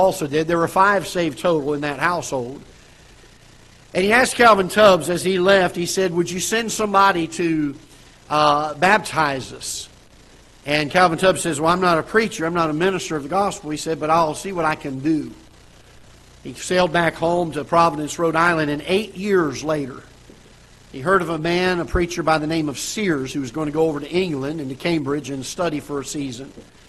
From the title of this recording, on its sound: Ketha Heights Baptist Church ~ Live Broadcast